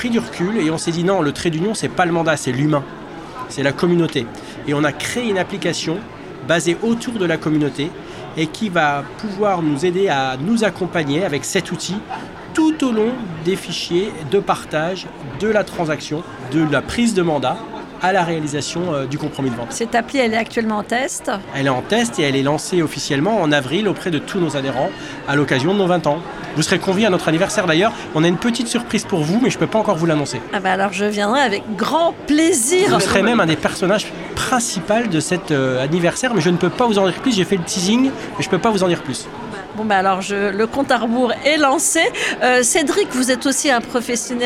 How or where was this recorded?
busy venue